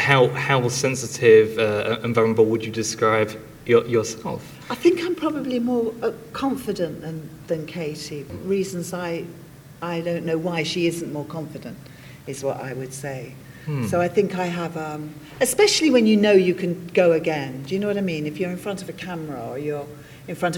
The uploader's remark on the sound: on stage at the recent Big Blue Box 2 convention held in Tunbridge Wells